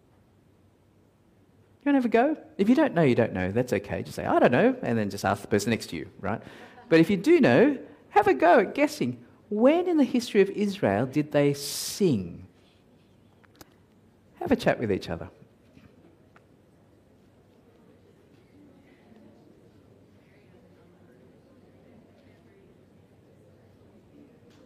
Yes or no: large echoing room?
yes